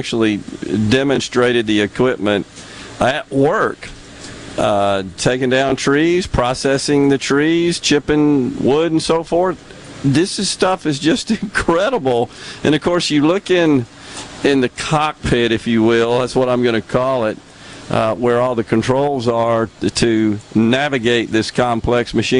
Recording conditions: busy venue